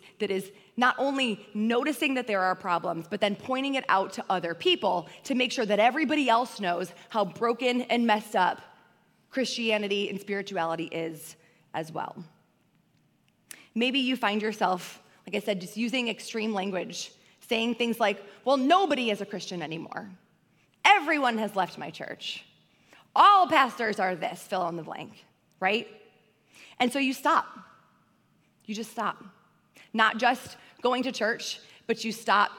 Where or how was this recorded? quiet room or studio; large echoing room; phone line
large echoing room